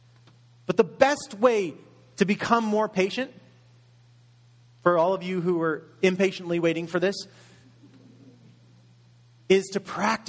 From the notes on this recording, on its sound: Message delivered in Contemporary Worship Service